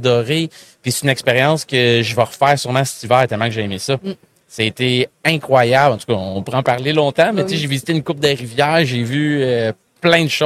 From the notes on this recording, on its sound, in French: En direct du Salon Industriel de Terrebonne